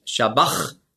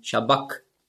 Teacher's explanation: das hat man ausgesprochen so wie ein C hinten im Gaumen · Shown in: second take · Also nicht Shabach, sondern Shabak.